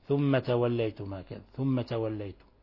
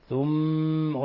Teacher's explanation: ألاحظوا إطباق الشفتين إخواني، ولو ضغط على الأنف هنا على الأنف ينقطع النفس، ينقطع الصوت، وهذا يدل على وجود الغنة من الخشوم. · Shown in: second take